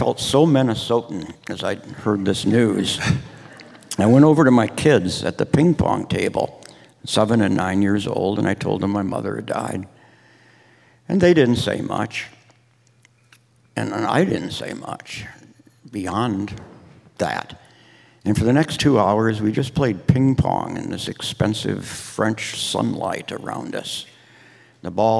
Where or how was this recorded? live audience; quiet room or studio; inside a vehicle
live audience